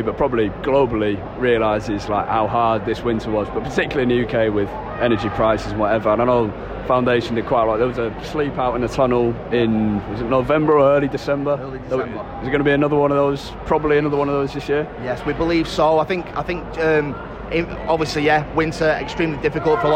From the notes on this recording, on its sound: Talks live from Old Trafford. Review United’s performance at half-time and full-time.